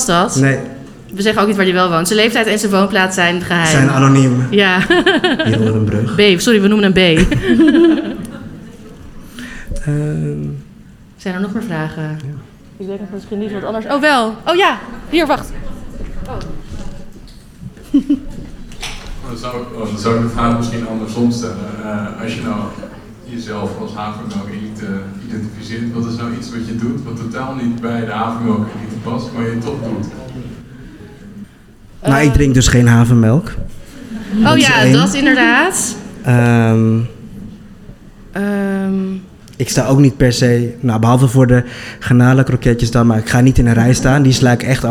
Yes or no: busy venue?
yes